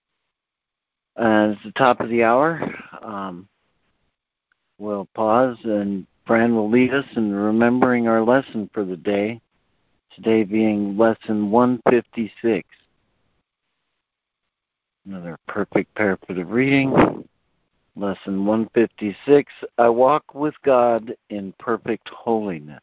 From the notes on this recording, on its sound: ACIM Daily Conference Call.